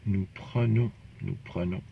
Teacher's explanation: For the first and second plural, it's a schwa or mute E sound